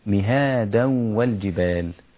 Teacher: فالواو حرف مرقق، ألم نجعل الأرض مهادا والجبال، والجبال أوتادا، هذا يسمى إدغام مع الغنة، أدغمت التنوين في الواو وكان هذا الإدغام نتيجته الغنة، لأنه إدغام ناقص بقي شيء ألا وهو الغنة.